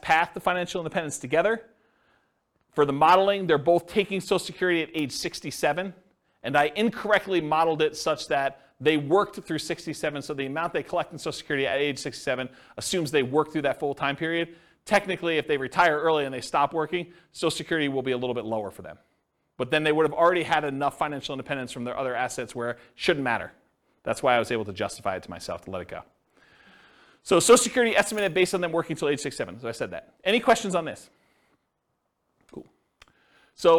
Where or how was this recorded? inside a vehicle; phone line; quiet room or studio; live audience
live audience